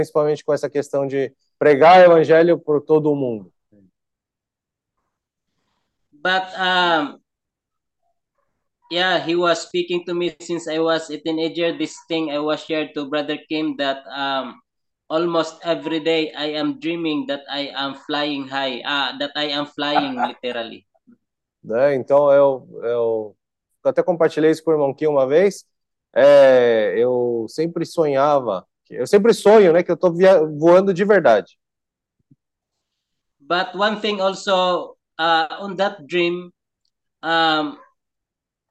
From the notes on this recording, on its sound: Meeting zoom